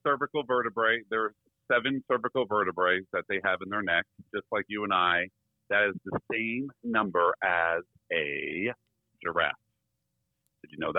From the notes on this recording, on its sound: When you get two of the biggest personalities in the veterinary industry together on the phone